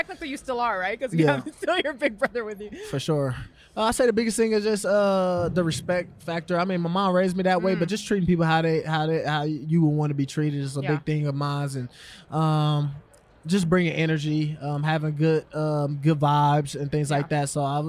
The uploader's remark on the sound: Live From Radio Row